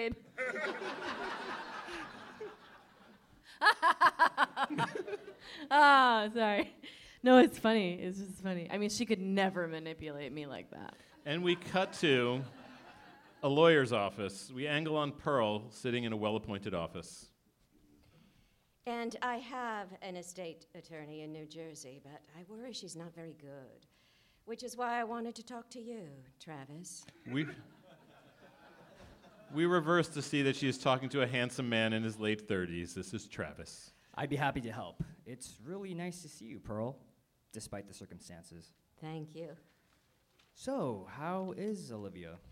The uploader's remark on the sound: This month's episode was recorded live at SF Sketchfest 2019.